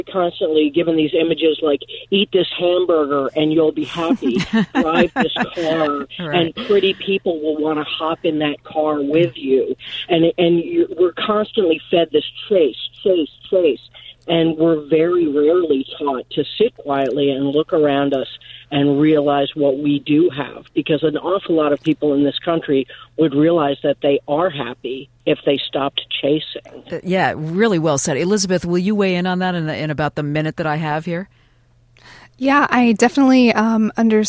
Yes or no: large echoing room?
no